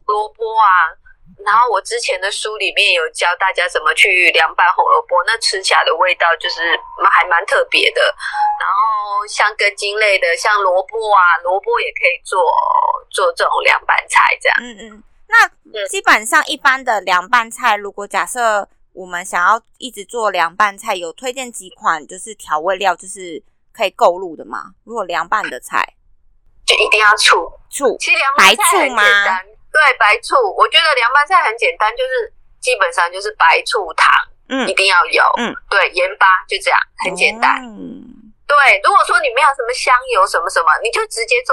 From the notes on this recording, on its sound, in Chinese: 本集音質小不佳